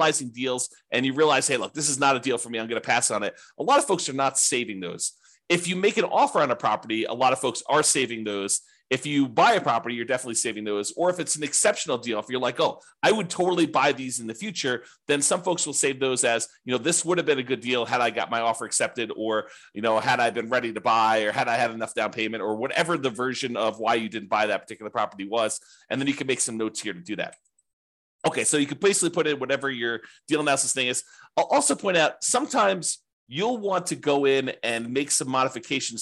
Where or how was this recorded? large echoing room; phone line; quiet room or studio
quiet room or studio